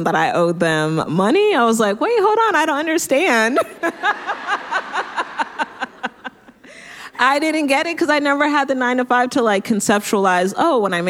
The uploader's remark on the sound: LIVE PODCAST!